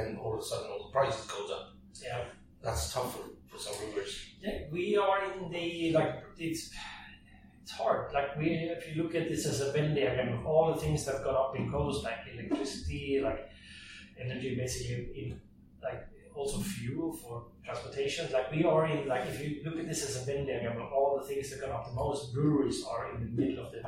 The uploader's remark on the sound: Sorry about the bad sound in this episode. The equipment failed us this time. We've tryied to claen up the sound as much as possible, but....